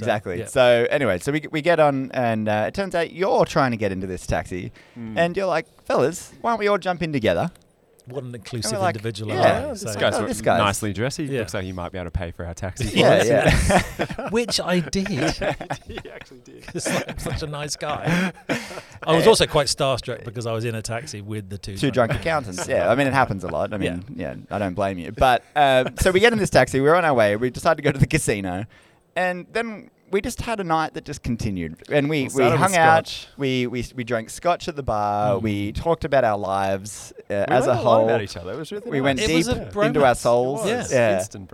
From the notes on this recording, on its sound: Live From Accountex. We sit down in the caravan of fun.